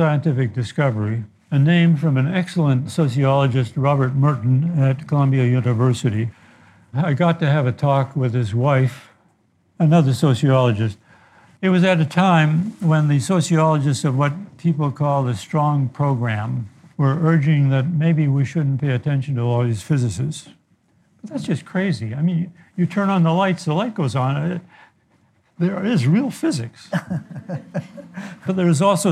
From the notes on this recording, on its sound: take questions from our live audience